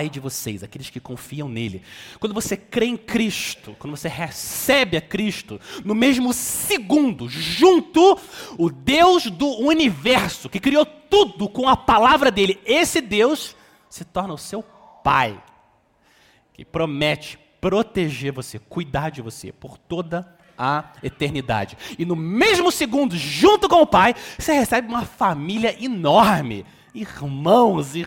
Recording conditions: large echoing room